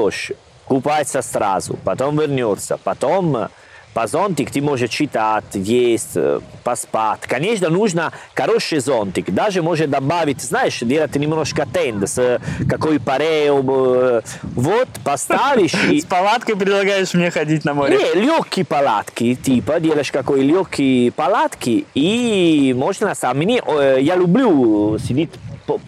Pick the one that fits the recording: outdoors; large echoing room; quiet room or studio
outdoors